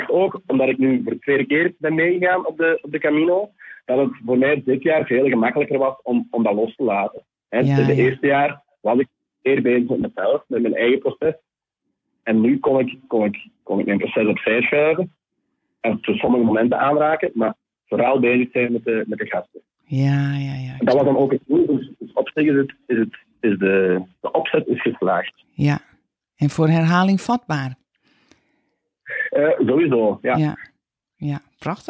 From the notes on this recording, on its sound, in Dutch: Jammer genoeg was de telefoonverbinding erg slecht op de dag van opname. Ik heb natuurlijk opnieuw gebeld, maar het bleef slecht - wellicht door atmosferische omstandigheden...